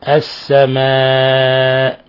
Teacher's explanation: لاحظوا كيف رققنا الألف، لأن الميم قبلها حرف استيفال، حرف مرقق